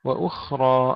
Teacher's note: الخاء فيها همس ورخاوة وليس فيها قلقلة، لا نقول وأخرى.